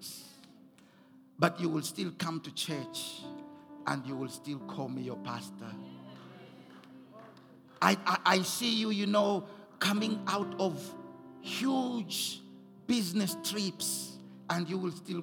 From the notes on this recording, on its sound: Recorded at Doxa Deo Tshwane Central on the 12th of November